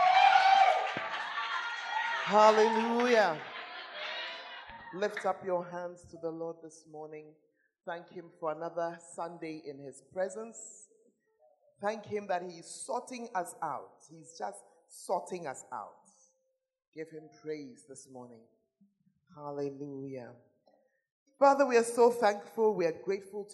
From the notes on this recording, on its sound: Preached At The Fountain of Life Cathedral (The Presence Service)